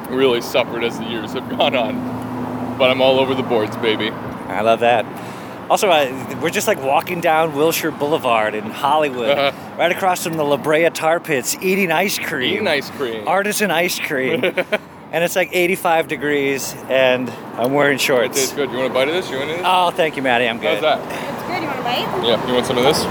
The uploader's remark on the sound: At Tacos Maniacos. At The Tacos Maniacos food truck.